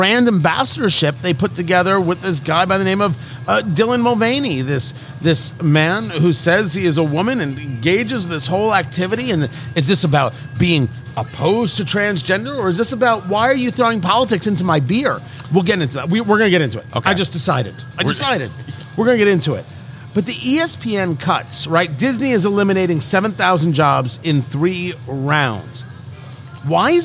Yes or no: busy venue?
yes